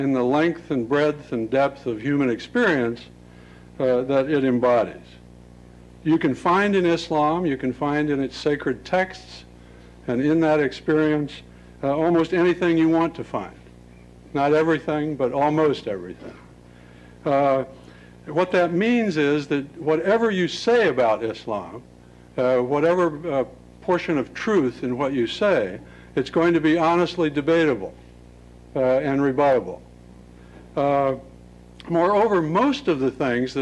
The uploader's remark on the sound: Lecture at Stanford